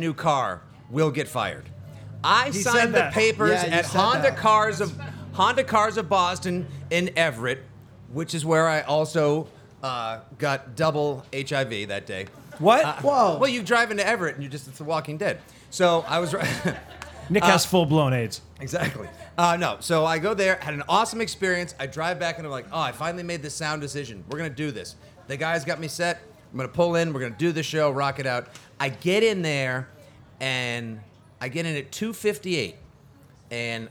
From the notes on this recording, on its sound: Recorded live on 4/20 at Sanctuary Medicinals in Gardner